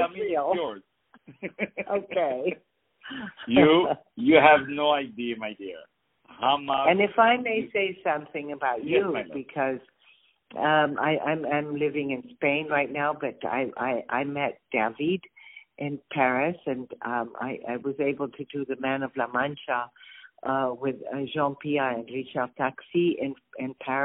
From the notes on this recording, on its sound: On the phone.